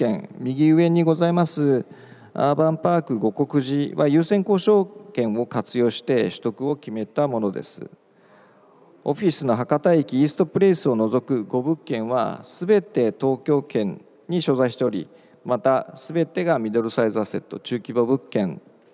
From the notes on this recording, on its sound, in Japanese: 1月28日に東京証券取引所で開催した「J-REITファン2017」に登壇した「スターアジア不動産投資法人」のIRセミナー